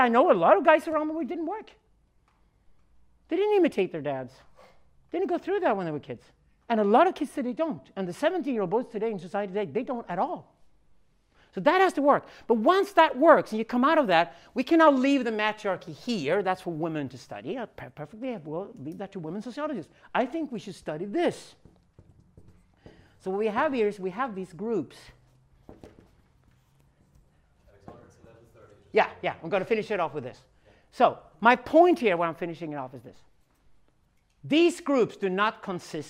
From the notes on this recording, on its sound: This keynote at the Syntheist Node's Stockholm Men's Gathering in March 2018